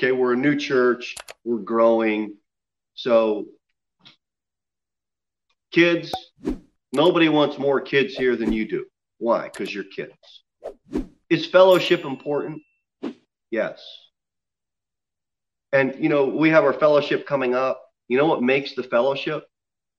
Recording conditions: large echoing room